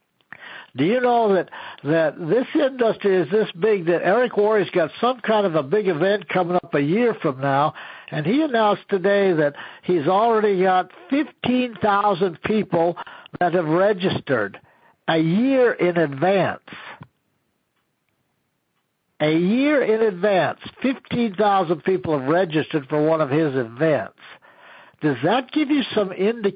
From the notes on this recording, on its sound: an archive of weekly conference calls